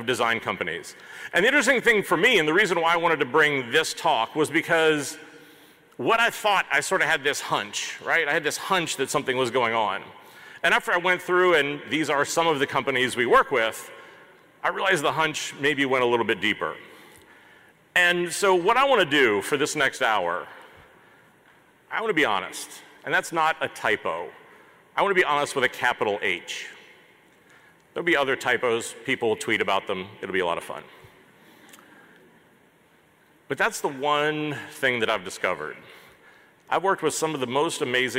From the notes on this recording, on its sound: This episode is a replay of my main stage keynote from HOW Design Live 2019.